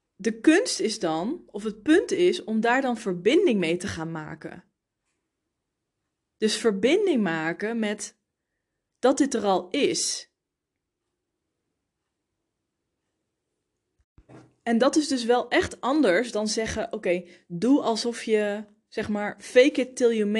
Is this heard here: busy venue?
no